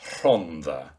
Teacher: with a proper voiceless alveolar trill